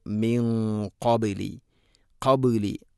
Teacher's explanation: ഖാഫ് സ്വരഭാരത്തിൽ ഉച്ചരിക്കേണ്ട അക്ഷരമാണ്, അതുകൊണ്ട് അതിൻ്റെ കൂടെയുള്ള ഗുന്നയും അല്പം സ്വരഭാരത്തിൽ കൂടെ ആയിരിക്കണം. മിൻ ഖബ്ലി, ഖബ്ലി. · Term: ഇഖ്ഫാ ബിഗുന്ന